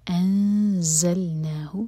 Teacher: نون پر اخفا اور زا پر buzzing sound